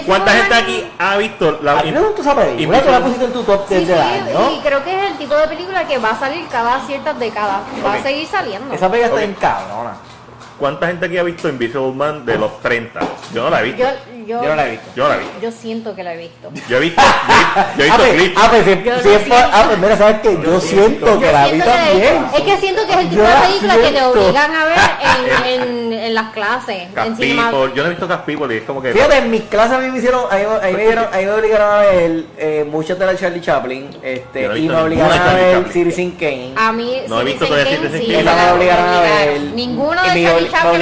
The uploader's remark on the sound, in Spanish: Este episodio lo grabamos en BURGR BLVD 868